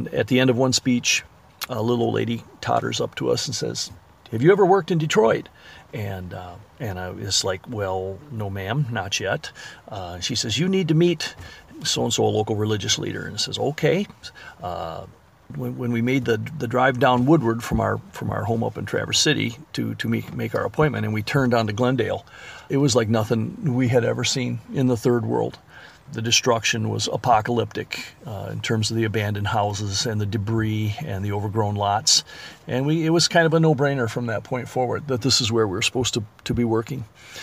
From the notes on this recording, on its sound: If you listen carefully, you may hear the sound of the intermittent windshield wipers going across the glass. During a summer storm, as they were talking amongst the raised bed vegetable garden, planted in what was the parking lot of an abandoned building.